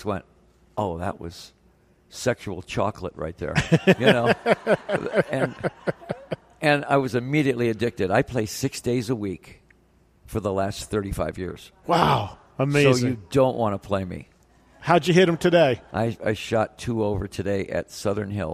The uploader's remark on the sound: recorded in front of a live audience